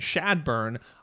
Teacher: So like let's break it down though, because you have Bethany, so Beth-ny, so you de-emphasize the middle syllable, so you're still ending on an emphasized syllable. So then Shadburn, obviously we're emphasizing the shad versus the burn. So it's emphasis then lack of emphasis.